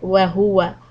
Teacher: the hu, dhamma on the ha is going to be very round. So we are going to make the lips rounded.